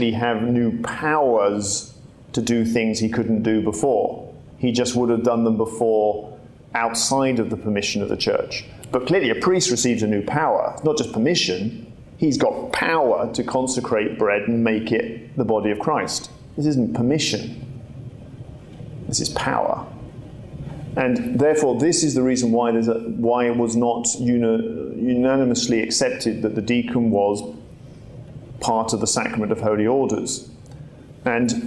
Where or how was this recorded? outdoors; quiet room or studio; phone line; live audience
live audience